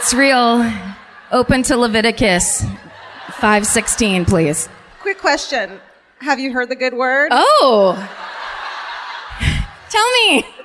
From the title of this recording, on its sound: Live at the Toyota Music Factory in Irving (Texas)